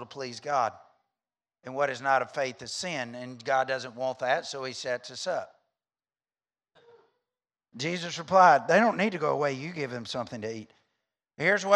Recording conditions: large echoing room